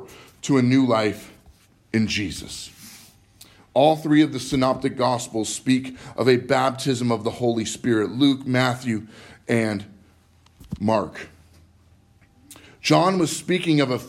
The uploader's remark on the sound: Live from Living Word Lutheran